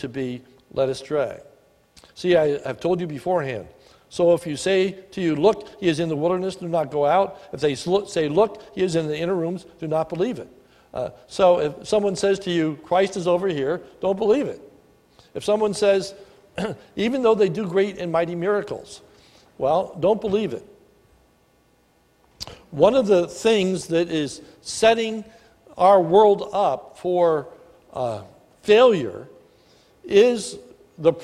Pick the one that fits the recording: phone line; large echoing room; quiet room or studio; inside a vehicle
large echoing room